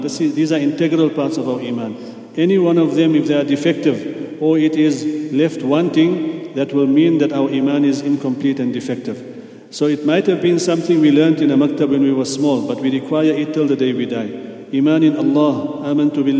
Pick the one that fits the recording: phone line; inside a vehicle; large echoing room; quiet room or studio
large echoing room